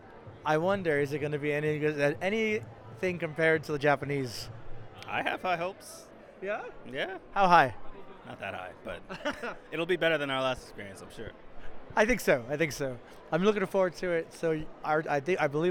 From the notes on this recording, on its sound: Live” From Fan Expo SF 2023.